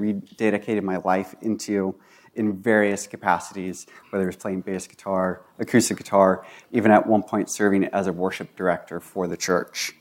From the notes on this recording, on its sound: This was recorded on May 1, 2022 at Bethel Church in Ridgefield, Wa.